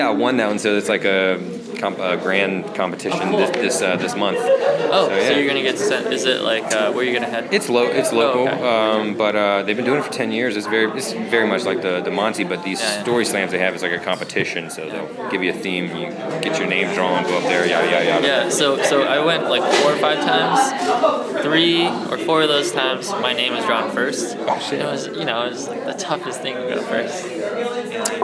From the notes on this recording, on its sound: a conversational interview, recorded last year at the Full Frame Film Festival